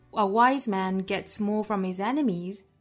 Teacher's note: 在 enemies 的后面停顿，因为前面可以说是一个完整的意思了